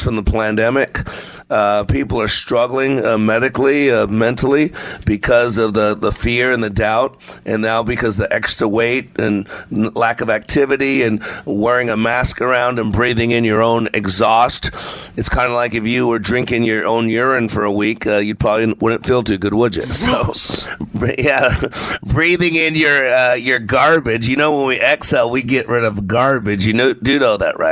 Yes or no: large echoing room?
no